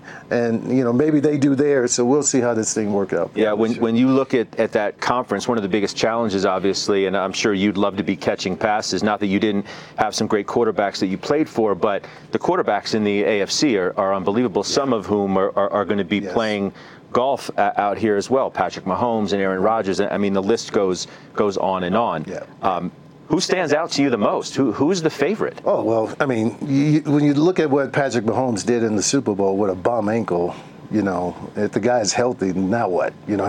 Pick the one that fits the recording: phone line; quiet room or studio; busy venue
busy venue